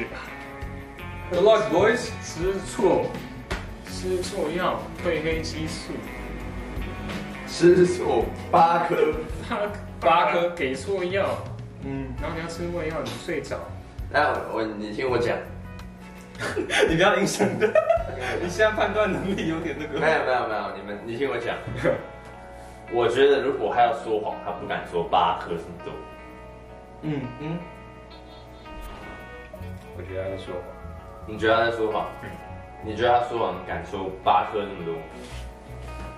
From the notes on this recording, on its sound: 先為本集的音質道歉，我們已經在研究購買專業的麥克風!! We apologize for the poor audio quality, we will look into professional microphones.